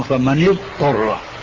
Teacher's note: فكأنهم أدغموا الضاد بالطاء، بينما الضاد حرف رخو والطاء حرف استعلاء، فأدغموا الضاد الرخوة بالطاء، هذا خطأ فاحش.